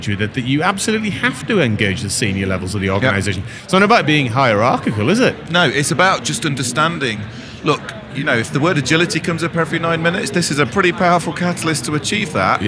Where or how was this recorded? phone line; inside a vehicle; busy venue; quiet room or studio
busy venue